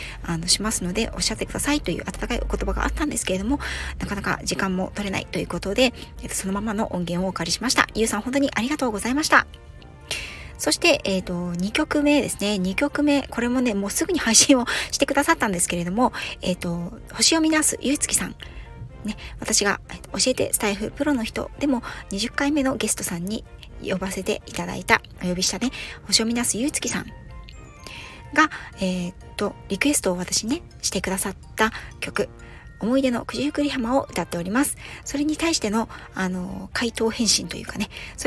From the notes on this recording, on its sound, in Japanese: 訪問の仕事と仕事の合間の車の中から、 一発録りでお届けしております。